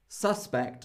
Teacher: The stress is on the second half because it's a verb.